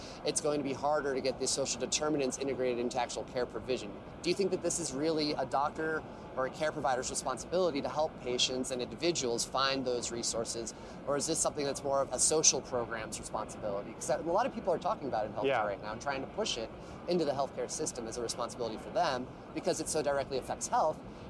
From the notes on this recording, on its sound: Recorded on location at HIMSS21 in Las Vegas.